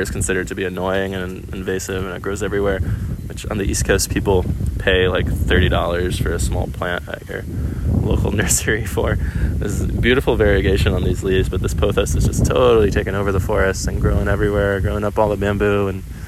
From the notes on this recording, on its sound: Coming to you live from the back of Palolo valley on the Island of O'ahu